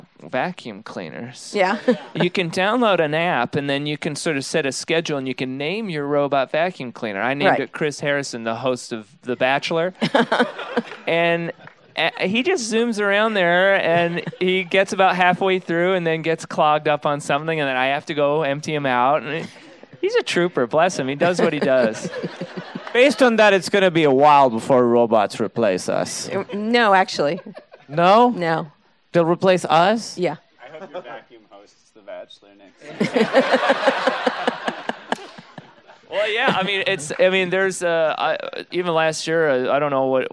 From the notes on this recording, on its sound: live interview, recorded in San Francisco after the premiere of the first two episodes of Season Four